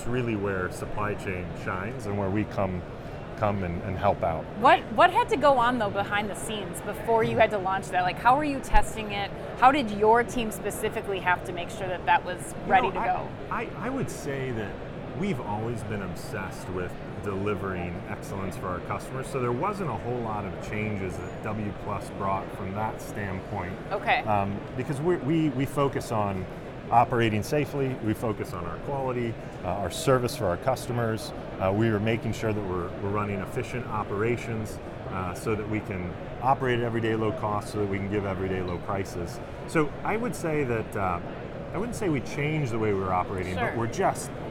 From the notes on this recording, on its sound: Live From NRF. LIVE FROM #NRF2024.